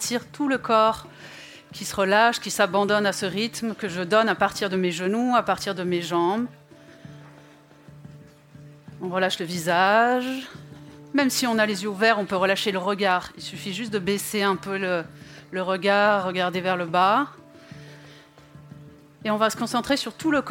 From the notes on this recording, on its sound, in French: Pour cet épisode spécial enregistré en public. Sur la scène du Trabendo à Paris. Cet entretien a été enregistré en public. Au Trabendo (Paris, 19e).